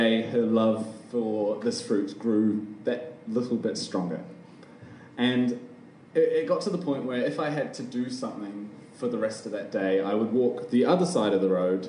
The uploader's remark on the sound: Recorded live at The Basement Theatre.